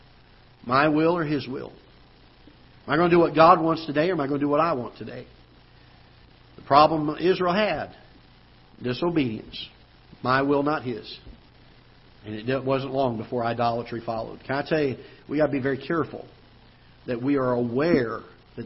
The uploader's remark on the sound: Ketha Heights Baptist Church ~ Live Broadcast